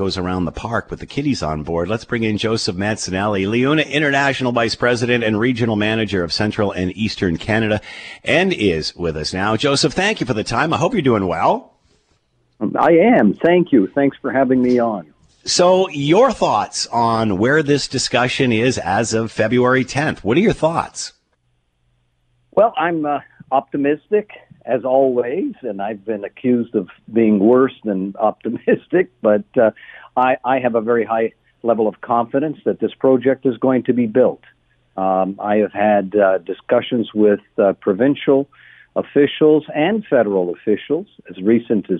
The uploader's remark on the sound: Opened the phone lines to find out what the people of Hamilton had to say about the LRT news.